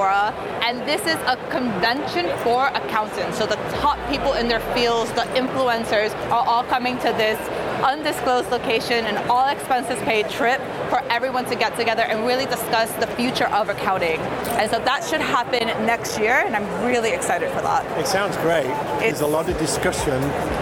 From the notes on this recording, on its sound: Live from Europe's Biggest Event 'Accountex'. A series of live interviews from Accountex 2022 in London recently. Enjoy the live buzz of the event!